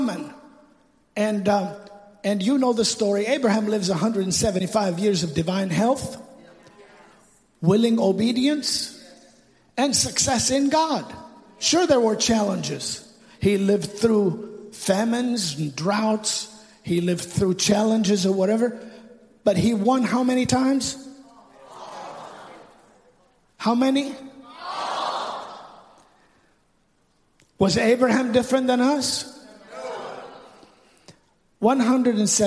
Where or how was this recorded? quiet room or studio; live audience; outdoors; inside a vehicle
live audience